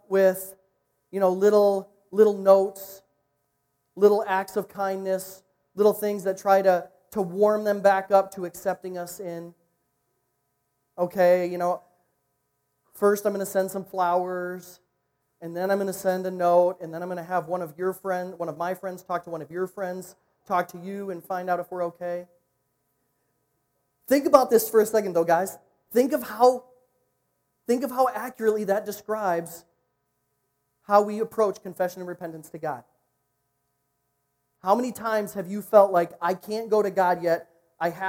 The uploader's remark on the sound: recorded at niteLIFE on Sunday, November 3